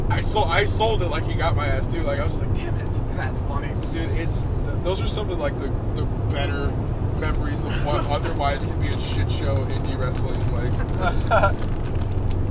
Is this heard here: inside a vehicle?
yes